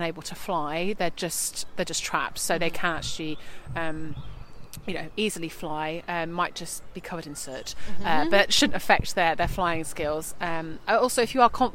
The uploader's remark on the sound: This episode was recorded in Queens Park, Brighton.